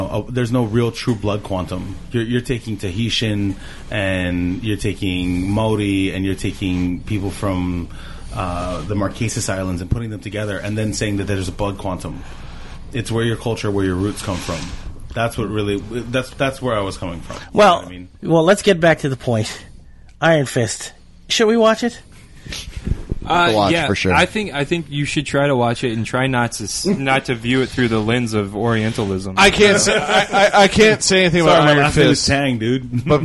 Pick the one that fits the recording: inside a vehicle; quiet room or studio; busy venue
busy venue